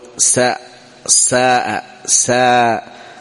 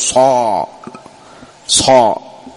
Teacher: الصوت قلنا في المستفلة كذا في الأسفل يعني الصوت هكذا يكون نازل عن الحنك مثلا تقول ساء ساء ساء، الصوت يبقى تحت ساء، ما يتصعد · Shown in: first take · Term: الاستفال